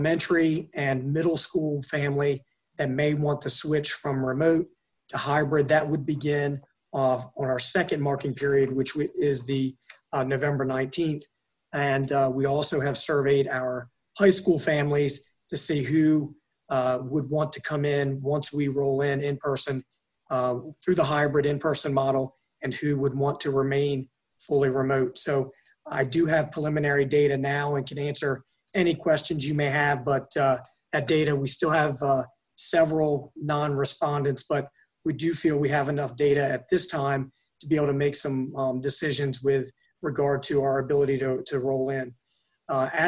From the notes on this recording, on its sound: An audio recording of the Indian River Board of Education special meeting. This meeting was conducted online using the Zoom video conferencing platform.